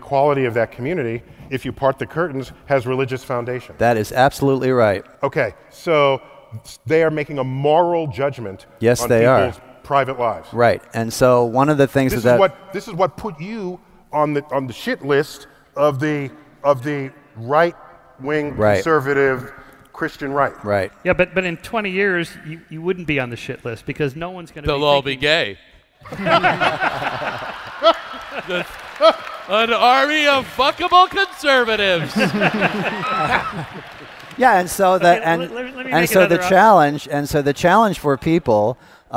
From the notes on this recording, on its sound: Recorded live at Kings Theatre in Brooklyn, NY.